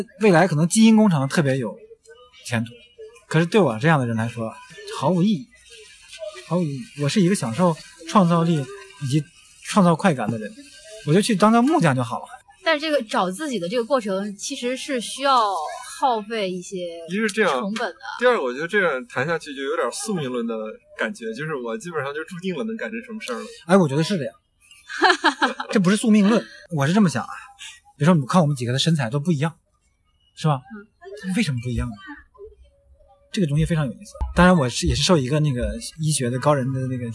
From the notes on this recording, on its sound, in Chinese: 首次室外录制节目，背景略有嘈杂，还请大家包含